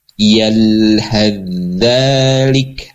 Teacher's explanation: Ketika huruf yang makhrajnya sama tetapi sifat yang berbeda, bagaimana? Nah, maka masuklah ya huruf tha-nya masuk ke dalam huruf za ya · Term: idgham